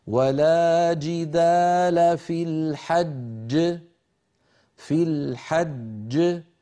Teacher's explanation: لما وقفنا ولا جدال في الحج وقفنا على جيم مشددة و الجيم المشددة تتألف من جيمين الجيم الأولى مدغمة والجيم الثانية كانت متحركة في الوصل فسكنت للوقف فلما سكنت للوقف لا بد من قلقلتها أما الأولى فهي مدغمة لا قلقلة فيها ويكون النطق هكذا ولا